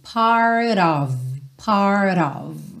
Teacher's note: Esse of, O-F, sempre tem som de O-V